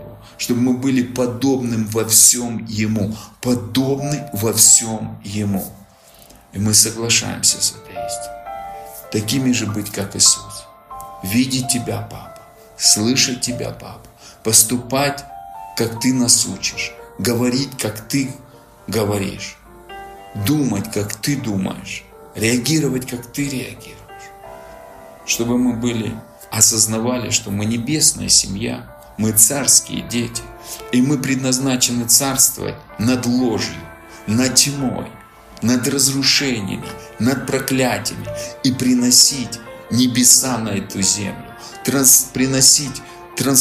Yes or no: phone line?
no